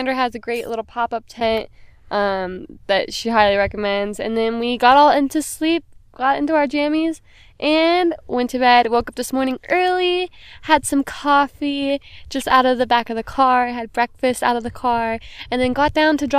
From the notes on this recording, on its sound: A camping trip with my sister in Joshua Tree, CA where we record a podcast.